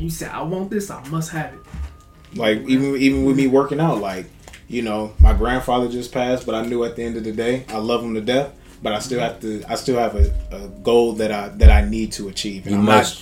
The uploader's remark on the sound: We were experiencing some technical difficulties